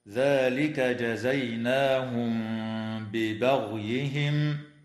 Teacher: الميم الساكنة في كلمة جزيناهم جاءت قبل حرف الباء، فحكمها الإخفاء الشفوي مع الغنة